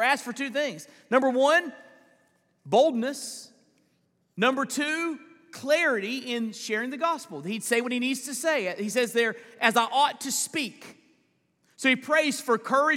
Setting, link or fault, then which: setting, large echoing room